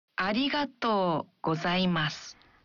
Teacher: Dalam mengucapkan arigato, bunyikan vokal o dalam to satu ketuk lebih panjang.